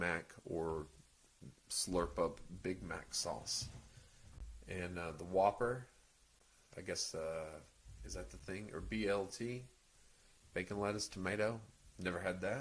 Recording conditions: uneven or low level